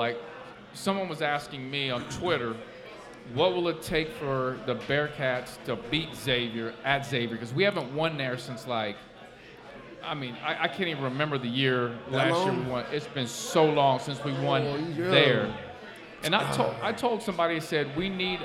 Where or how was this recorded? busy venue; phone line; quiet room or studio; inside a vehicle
busy venue